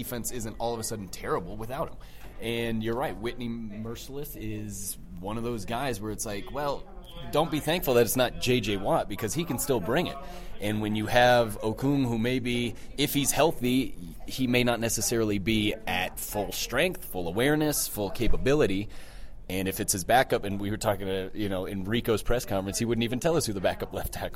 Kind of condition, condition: setting, busy venue